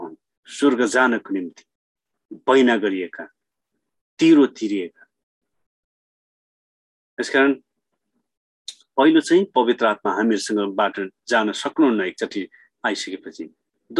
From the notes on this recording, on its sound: zoom class